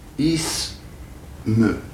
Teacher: vous avez S qui termine une syllabe, puisqu'elle vient après la voyelle. Donc, nous disons que c'est une consonne implosive, une consonne à tension musculaire décroissante.